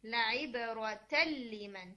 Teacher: आपने लाम को दो दफा पढ़ा, आपने पढ़ा तल लीमन, हालांकि लाम असल में एक दफा है